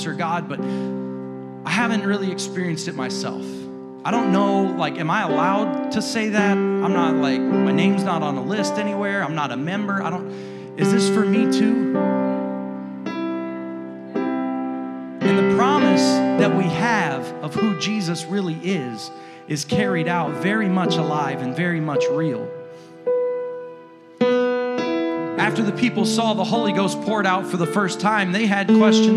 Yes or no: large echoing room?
yes